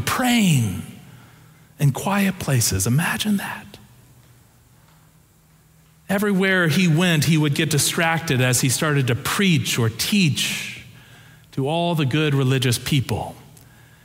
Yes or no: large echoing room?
yes